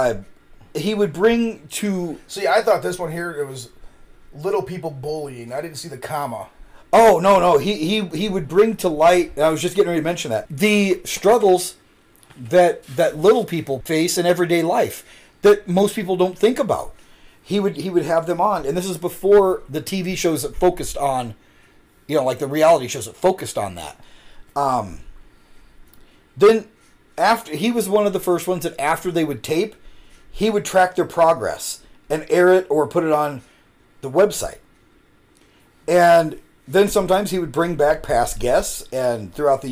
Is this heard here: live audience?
no